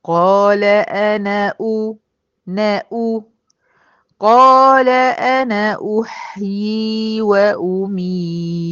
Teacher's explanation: الألف هنا ساقطة، بدخل من نون المفتوحة على الهمزة المضمومة بتاعت أحيي